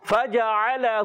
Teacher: عین کی ادائیگی حلق کے درمیان والے حصے سے